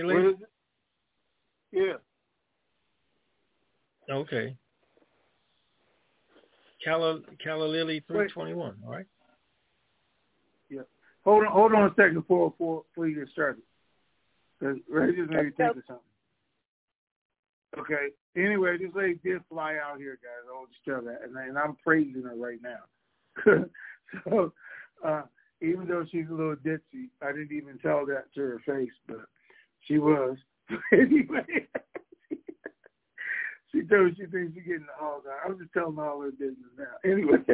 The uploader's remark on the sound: TNTSuperfantastic Conference Call.